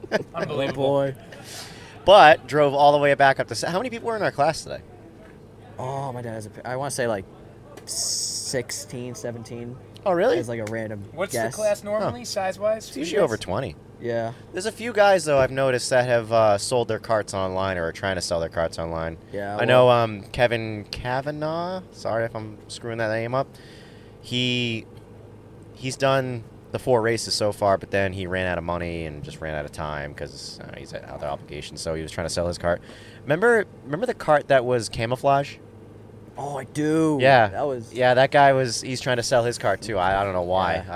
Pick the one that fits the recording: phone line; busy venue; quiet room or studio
busy venue